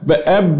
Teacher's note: الباء ما فيهاش غنة الباء مش هيرجع النفس للتجويف الأنفي